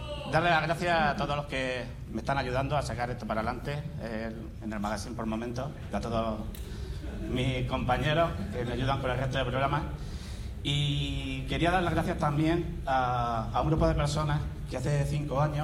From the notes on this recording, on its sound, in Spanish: JPOD Binaural. Un episodio pódcast grabado en sonido binaural, por las calles de Madrid, de camino a las Jornadas de Podcasting de España.